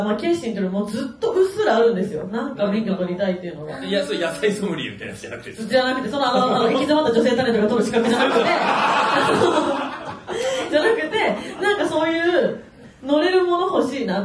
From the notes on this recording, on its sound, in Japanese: 今週は11/22に行われた公開録音の模様、前半戦をお届け！